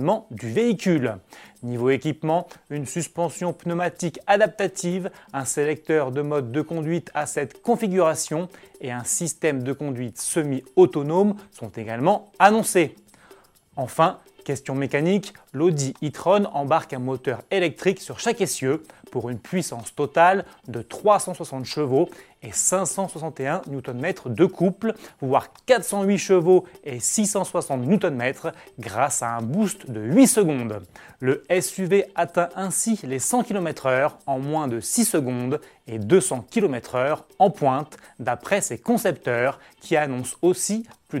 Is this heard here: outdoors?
no